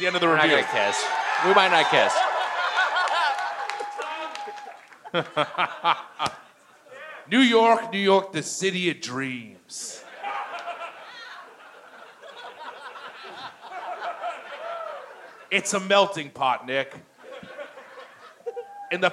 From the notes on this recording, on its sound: Recorded live at the Gramercy Theatre in NYC.